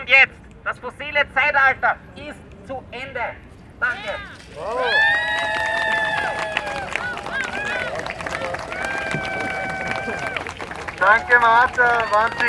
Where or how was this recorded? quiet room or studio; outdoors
outdoors